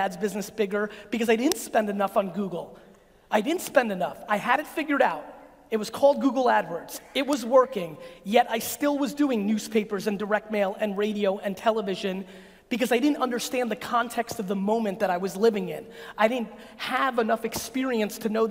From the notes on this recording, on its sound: a segment of a keynote I gave 4 years ago in London, England!